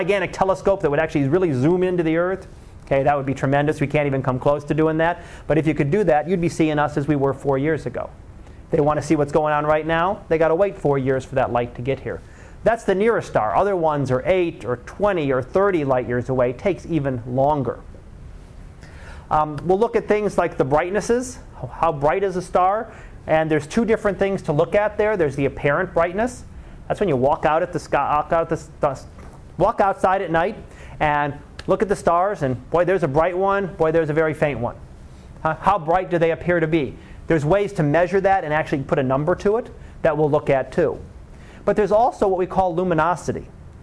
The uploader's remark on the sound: Live Class Lecture.